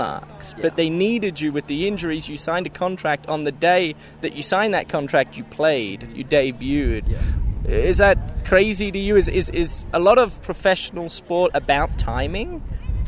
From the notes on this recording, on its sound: Live from RSL practice.